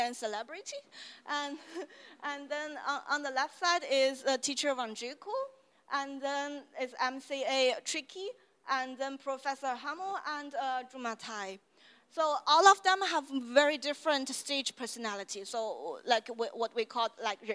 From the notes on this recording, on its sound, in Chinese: 上海中非关系研究网络（China-Africa Shanghai International Network，CASIN）在上海「那行文化——零度空间」举办了一场中非文化沙龙。活动以中英双语进行，演讲者用英语发言，幻灯片为中文，问答环节可能采取中英双语。本期播客受权分享演讲部分的现场录音。